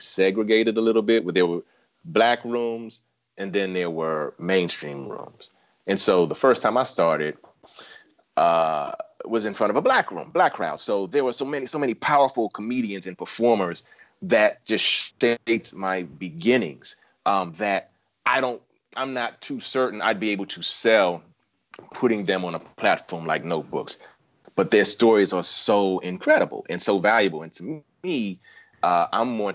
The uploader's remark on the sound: Of course, we hoped to meet in person, but for now we're coming LIVE to you from our living rooms.